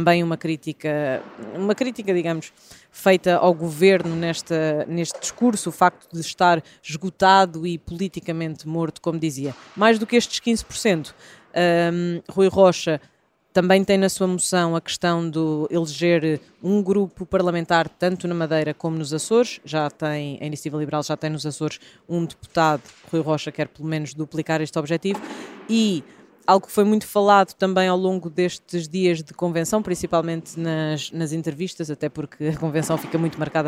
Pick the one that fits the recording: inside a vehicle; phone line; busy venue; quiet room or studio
busy venue